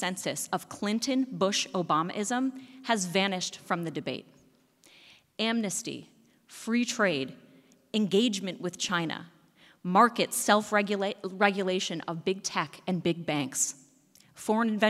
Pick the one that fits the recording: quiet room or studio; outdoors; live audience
live audience